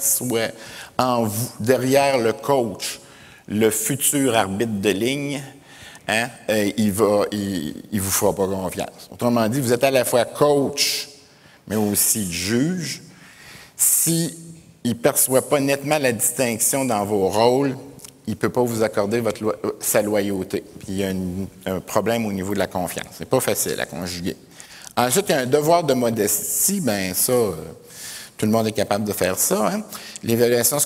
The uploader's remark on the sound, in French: Conférence de clôture du colloque 2012 de l'AQPC, à Gatineau.